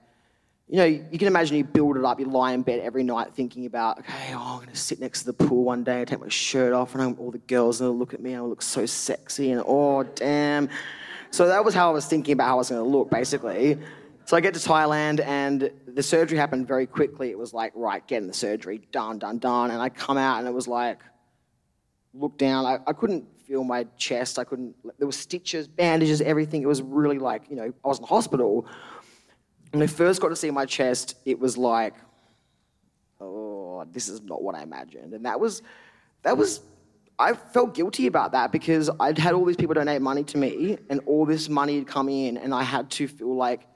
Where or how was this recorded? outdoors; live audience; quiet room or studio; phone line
live audience